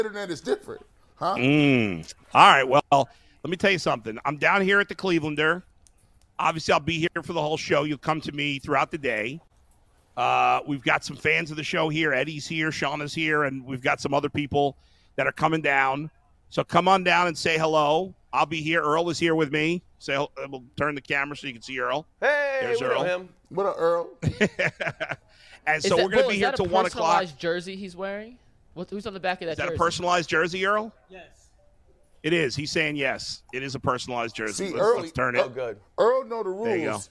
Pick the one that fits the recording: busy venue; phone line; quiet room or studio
busy venue